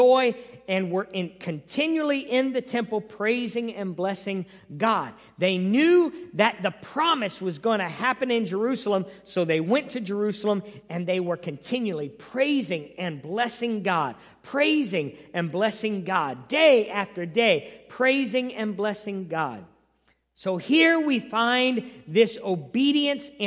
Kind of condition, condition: setting, large echoing room